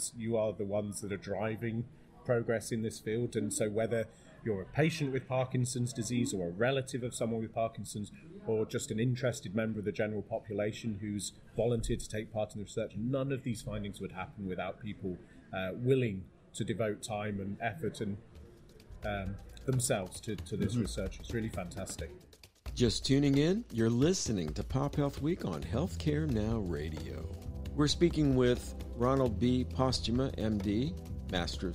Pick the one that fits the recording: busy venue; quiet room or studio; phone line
busy venue